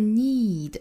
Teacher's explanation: 最后的 need 长元音 e 啊，嘴角裂开就行了